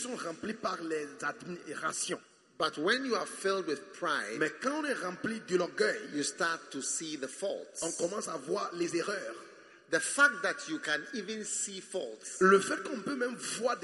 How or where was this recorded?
live audience